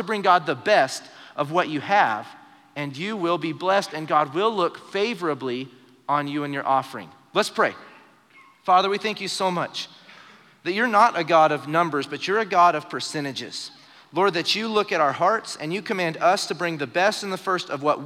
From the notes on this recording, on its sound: Recorded live during our Wednesday night service